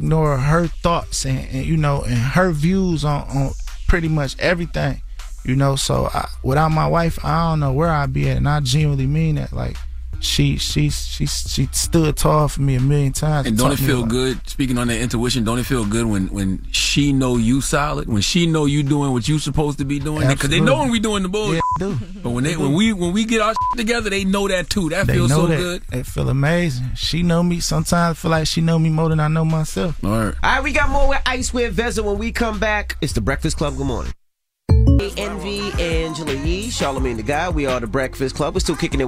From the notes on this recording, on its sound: We opened the phone lines.